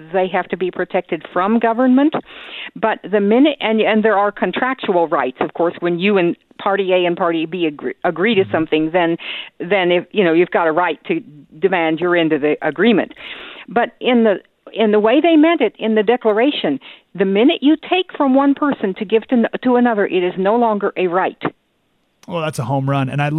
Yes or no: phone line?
yes